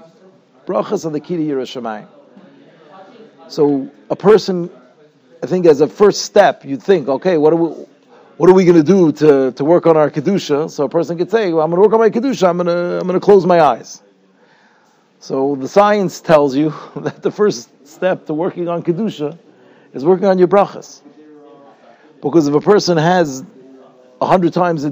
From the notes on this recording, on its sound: Shiur recorded in Yeshivas Ohr Reuven, Monsey, NY.